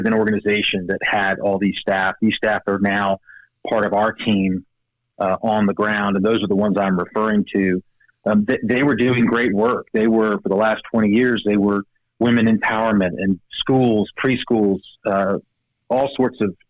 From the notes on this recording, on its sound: Joining me by phone